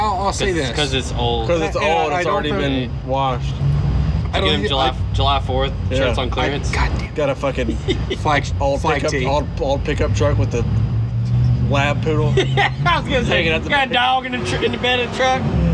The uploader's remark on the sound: The fellas are all together in one place! We are on location at Second Line in Memphis.